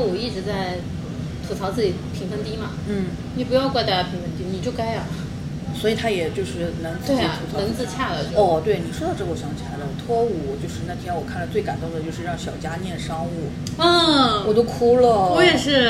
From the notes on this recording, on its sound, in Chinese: 本次录制花费：洋风炭火屋 398元，整2期！